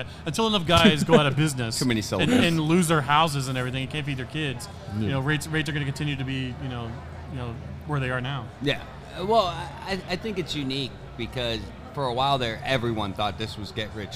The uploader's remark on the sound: EPISODE 18: Live at MATS 2023. Sense Per Mile takes you to the Mid-America Trucking Show. Live-recorded episode from MATS!